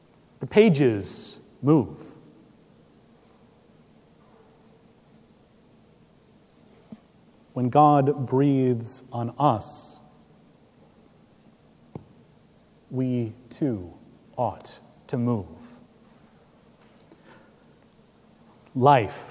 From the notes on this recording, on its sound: Recorded June 4, 2017 at Trinity Presbyterian Church in Bixby, Okla.